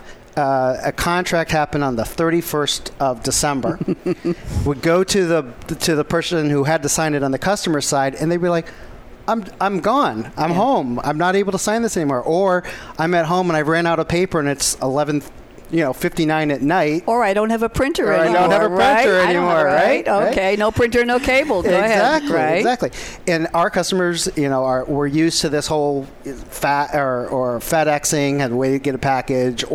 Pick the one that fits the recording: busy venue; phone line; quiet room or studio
busy venue